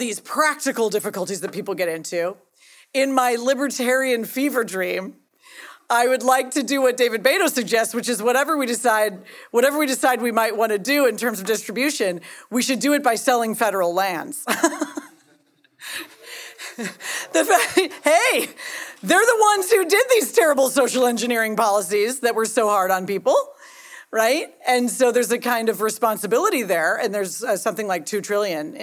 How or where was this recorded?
live audience